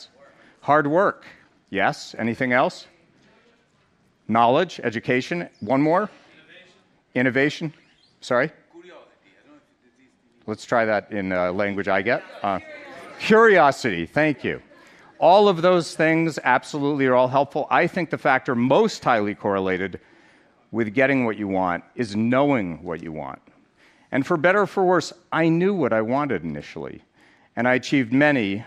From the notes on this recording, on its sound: on stage at #BoFVOICES